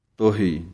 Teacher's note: ਨਾ ਤਾਂ ਹੋੜੇ ਦੀ ਆਵਾਜ਼ ਪੂਰੀ ਦੇਣੀ ਹੈ, ਨਾ ਹੀ ਔਂਕੜ ਦੀ, ਦਰਮਿਆਨੀ ਜੀ ਆਵਾਜ਼ ਦੇਣੀ ਹੈ